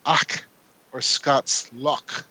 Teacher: It's a voiceless velar fricative